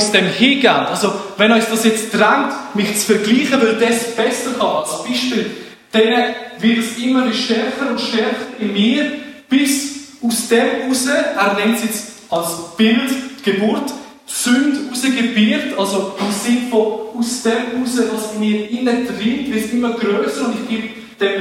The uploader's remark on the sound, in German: Die ersten drei Minuten wurden nachträglich aufgezeichnet. Wir bitten um Entschuldigung für die schlechte Audioqualität.